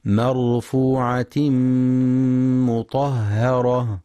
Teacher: وانتبهوا للإدغام بغنة في مرفوعة مطهرة، فالغنة في المدغم أكمل ما تكون. وانتبهوا لترقيق الهاء مطهرة فلا يقرأ مطهرة بالتفخيم.